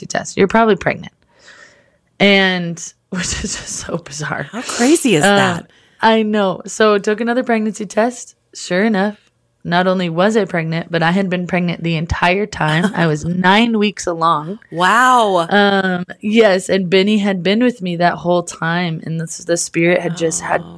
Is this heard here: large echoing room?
no